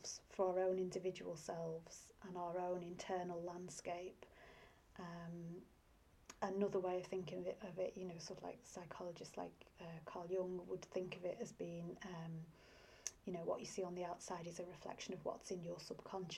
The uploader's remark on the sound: You may also need the sound turned up as I recorded this some time ago, without a mic!